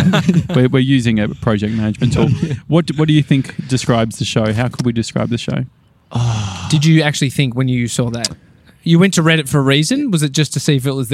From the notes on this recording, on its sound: We're recording live from Victoria Park's grandstand.